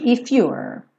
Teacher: Então você termina ó, com a língua enrolada lá do R.